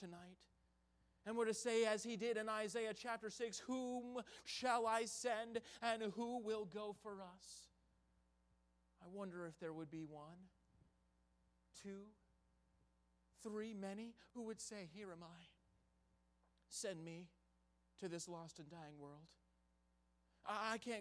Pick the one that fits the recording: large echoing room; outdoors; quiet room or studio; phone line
large echoing room